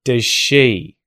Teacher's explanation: because we have a Z sound next to a sh sound, the Z disappears.